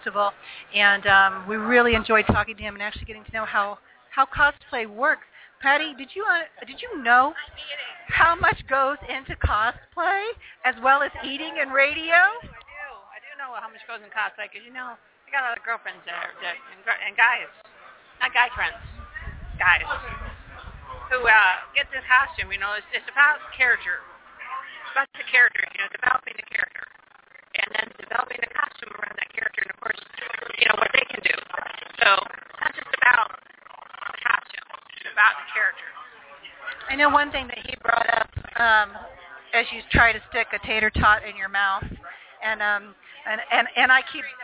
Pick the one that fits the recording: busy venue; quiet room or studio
busy venue